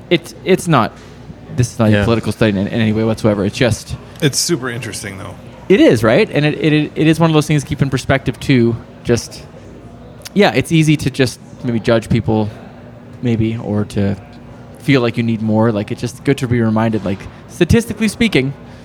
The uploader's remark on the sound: This episode was recorded in the company of friends, at the Craft Beer Commonwealth in Red Deer, Alberta.